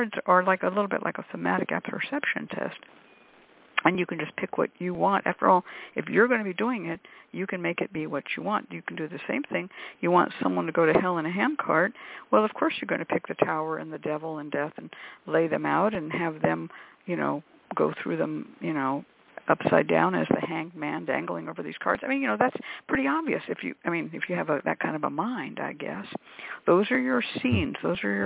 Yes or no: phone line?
yes